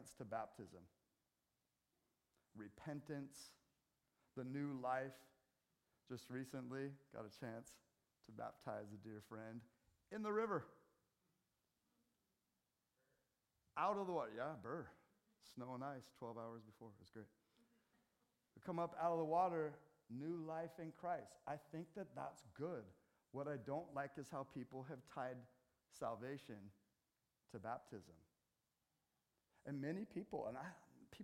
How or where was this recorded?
large echoing room